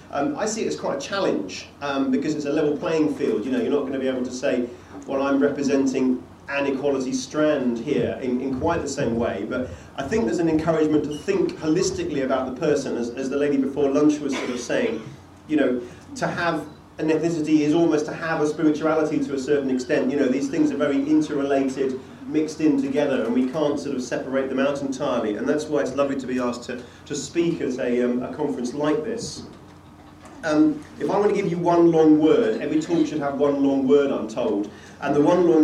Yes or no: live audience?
yes